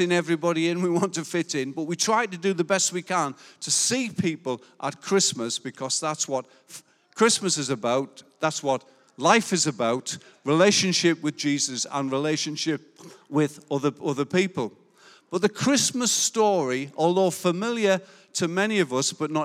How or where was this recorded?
large echoing room